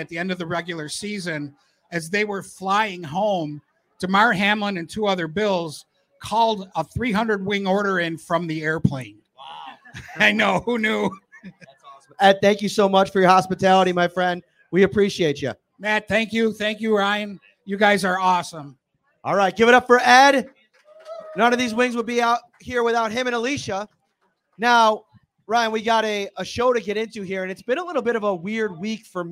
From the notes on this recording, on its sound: Live tonight from Wingnutz Bar & Grill at 1402 Millersport Hwy. In Amherst.